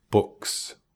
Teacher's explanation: Porque la palabra book termina con un sonido que se hace sin las cuerdas vocales. K, k, solo la boca. · Term: unvoiced sound